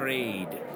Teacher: Raid is a word that ends in a voiced alveolar stop.